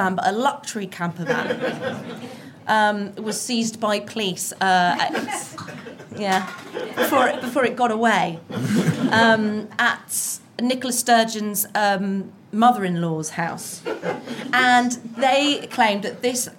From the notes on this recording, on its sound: Special episode recorded in front of an audience in the Tortoise newsroom.